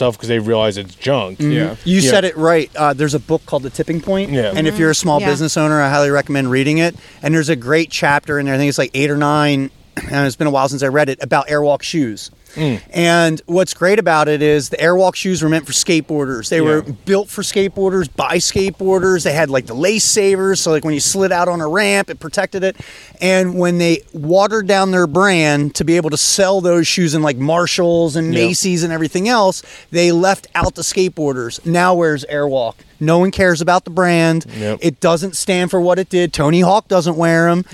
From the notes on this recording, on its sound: We recorded this podcast from a campsite at 4100 ft elevation very close to Reddish Knob.